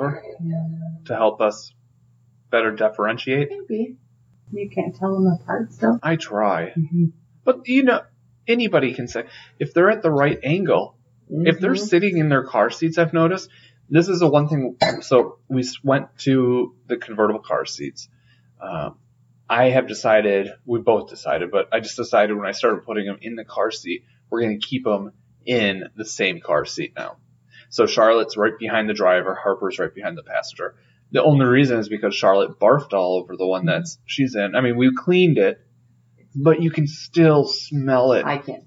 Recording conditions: poor sound quality